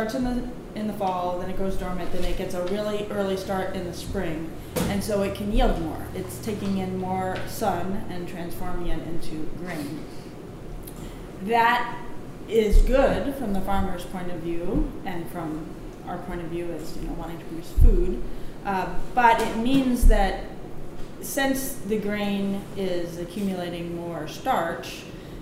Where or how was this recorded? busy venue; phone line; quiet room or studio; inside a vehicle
busy venue